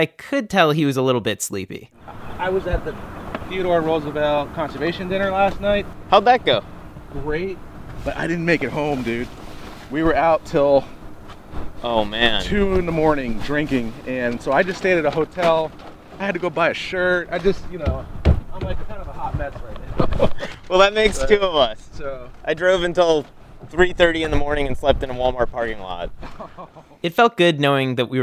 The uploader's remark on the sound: We row our way out into Fletchers Cove on Washington DC's Potomac River.